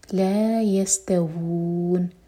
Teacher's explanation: توون واو ہے یہاں پہ او کی آواز نہیں آنی چاہیے